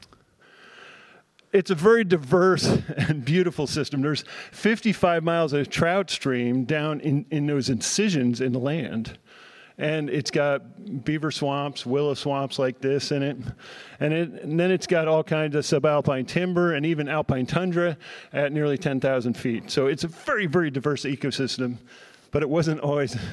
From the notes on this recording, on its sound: Addressing the crowd at the Saving Real Organic Conference at Churchtown Dairy in Hudson, NY on October 14, 2023.